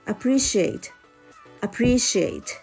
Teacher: appreciate の最初のあこれは、えー、曖昧母音のあになります · IPA: /əˈpriːʃieɪt/